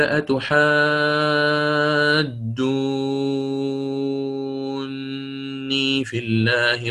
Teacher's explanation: صار عنده نون مشددة وقبلها حرف مد فأتى بالمد اللازم